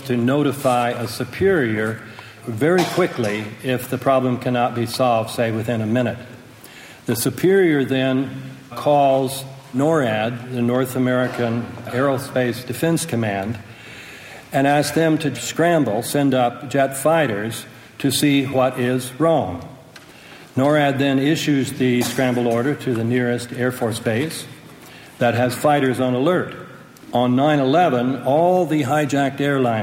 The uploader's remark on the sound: From a speech delivered on October 12, 2005 in Montpelier, Vermont